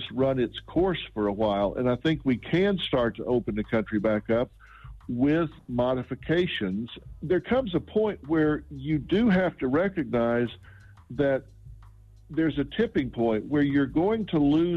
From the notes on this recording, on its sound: We opened up the phone lines after news broke about possibly reopening the economy, so we asked our listeners if they think it is a good idea.